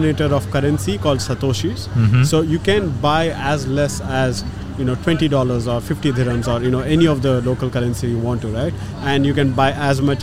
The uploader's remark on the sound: The Change Officer is at Step 2022 Conference! We are joining the thousands of experts, leaders, and visionaries in conversations on technology & innovation in Dubai Internet City.